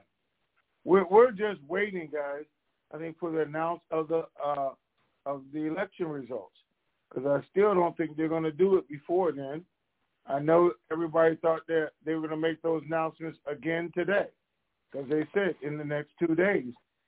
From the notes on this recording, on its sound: TNTSuperfantastic Conference Call